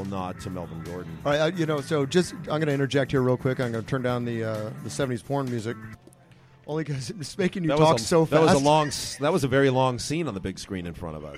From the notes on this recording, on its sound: on location at the Mission Oaks Cafe